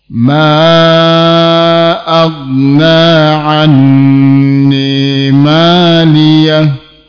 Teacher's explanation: Huruf mim ma, ini ada mat, bacaan yang panjang, dinamakan dengan mat jaiz munfasil. Jaiz munfasil, panjang bacaannya 4 harokat.